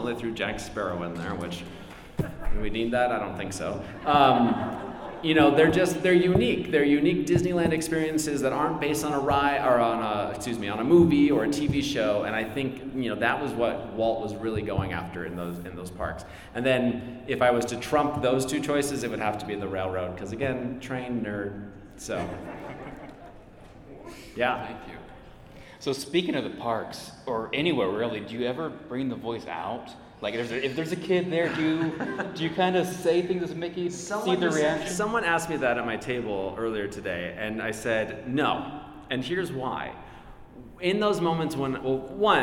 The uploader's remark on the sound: Live from FanX in Salt Lake City. Recorded live at FanX in Salt Lake City.